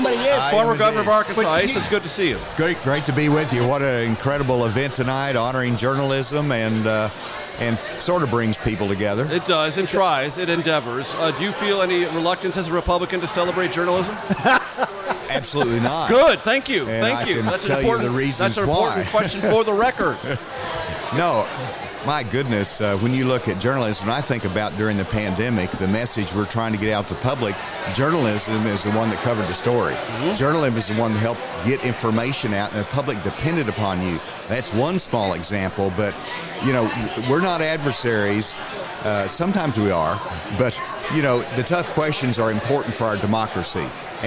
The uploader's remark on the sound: Live from The White House Correspondents’ Dinner. At the CBS News-POLITICO pre-reception. This originally aired live on SiriusXM.